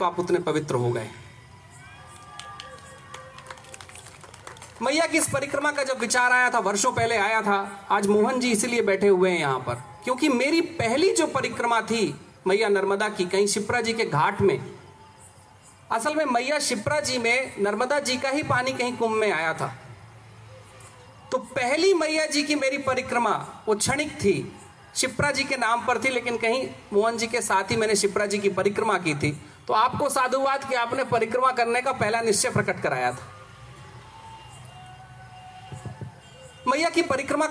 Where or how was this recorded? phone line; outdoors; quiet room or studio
outdoors